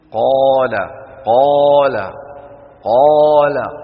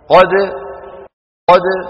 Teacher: لما عم بتقول قال الألف عم تجعل القاف تأخذ راحتها، بينما قد مباشرة عم ننطق القاف